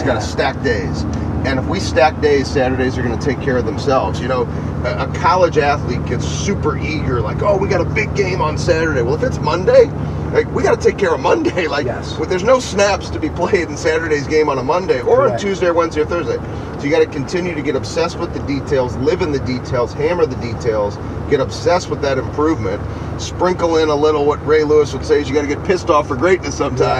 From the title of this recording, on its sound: Two Coaches in a Benz